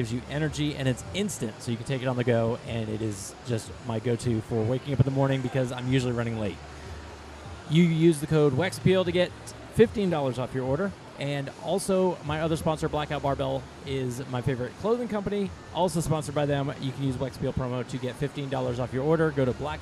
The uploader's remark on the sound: LIVE from the CrossFit Games. In Vendor Village of the CrossFit Games.